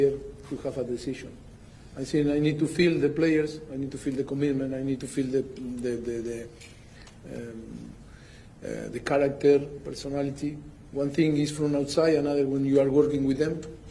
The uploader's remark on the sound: Press Conference